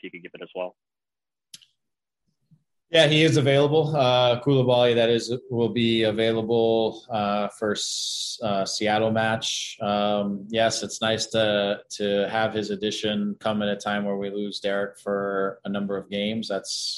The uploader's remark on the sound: Media Video Conference Call.